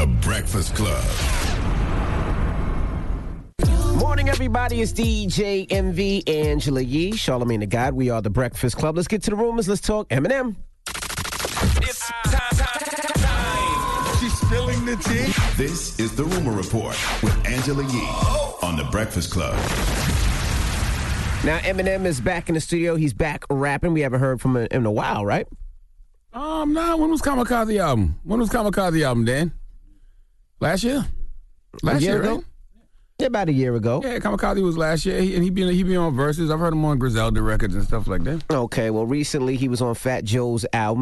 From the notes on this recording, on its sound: We opened up the phone lines to see if our listeners let their kids know the truth or not about Santa Clause.